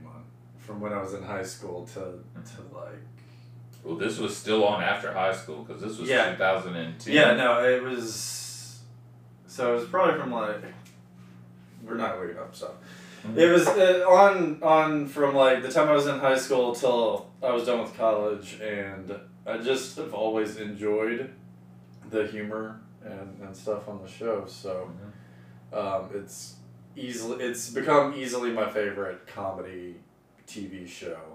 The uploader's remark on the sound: Please be patient with us as the sound quality improves.